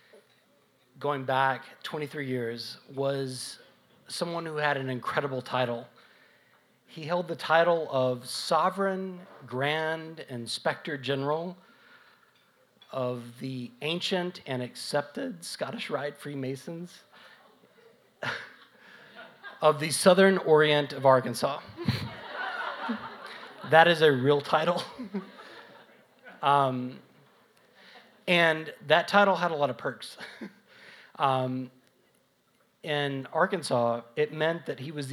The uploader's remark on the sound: This October The Yarn gathered some of the spookiest stories from central Arkansas storytellers and they performed them live from the South on Main Stage.